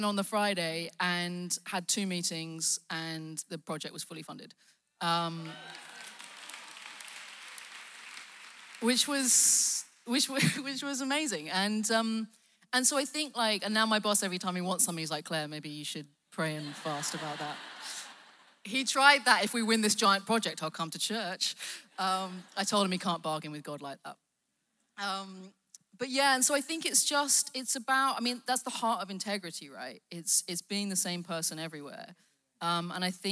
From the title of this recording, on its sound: Live at The Orchard Conference 2023